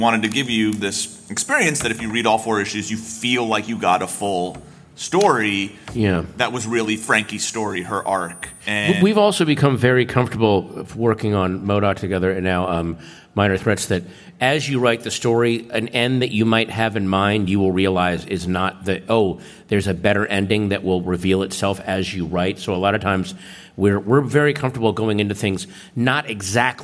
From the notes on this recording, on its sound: Recorded at San Diego Comic Con, July 2023.